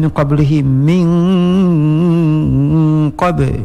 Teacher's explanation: Bacakan dengung pada nun mati bertemu dengan qaf pada kalimah min qablihi, min qabe, dengan ukurannya dengung 3 alif 6 harakat ikhfa, dan qab dengan qalqalah.